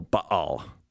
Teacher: it's properly pronounced with a glottal stop in the middle